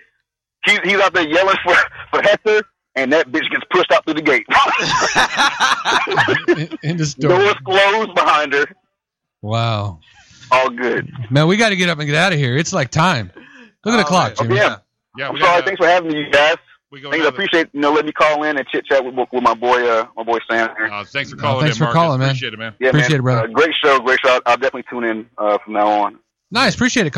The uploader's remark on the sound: phones